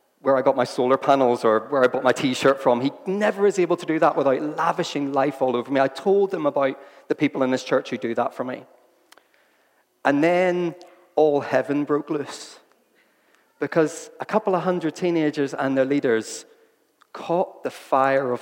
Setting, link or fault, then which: setting, large echoing room